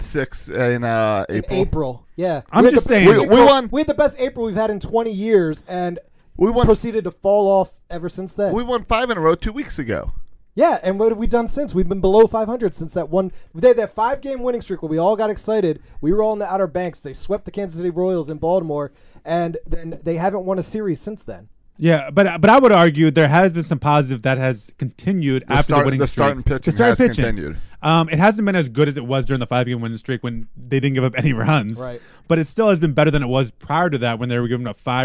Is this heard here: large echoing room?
no